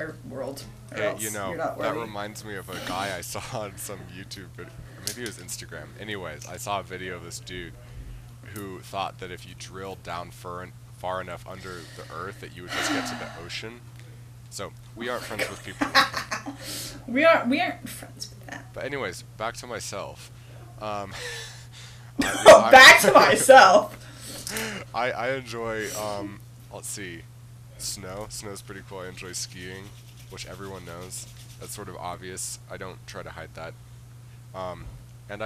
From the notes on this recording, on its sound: This is our first episode, the audio may be bad and we may be awkward but hey, at least we started a podcast.